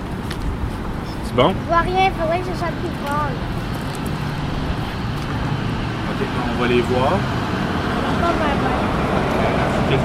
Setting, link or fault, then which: setting, outdoors